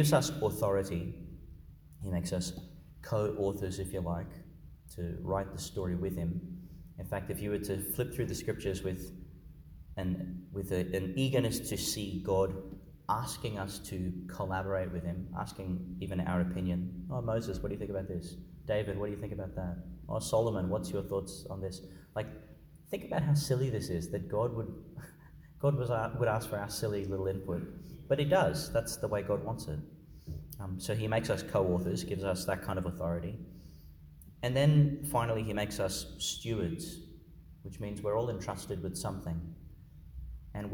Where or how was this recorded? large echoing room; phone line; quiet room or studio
large echoing room